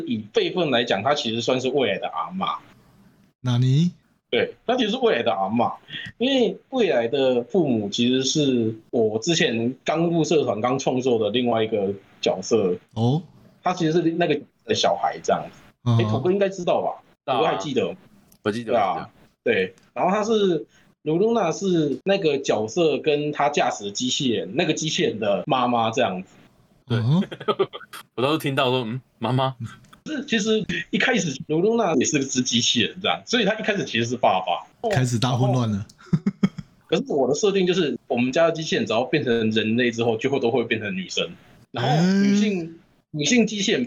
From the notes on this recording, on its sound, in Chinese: 本集由於是線上錄音 音質可能稍差一些